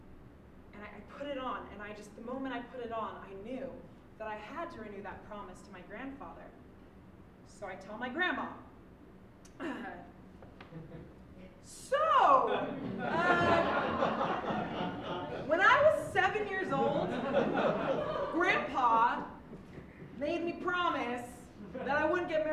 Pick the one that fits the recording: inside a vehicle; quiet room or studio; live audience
live audience